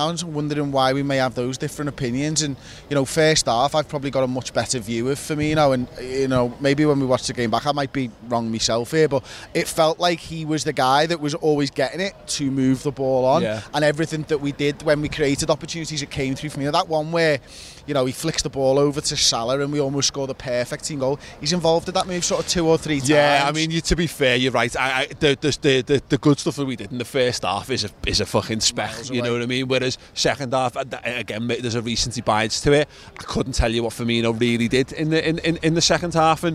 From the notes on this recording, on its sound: Instant Match Reaction. Outside Anfield with their immediate thoughts.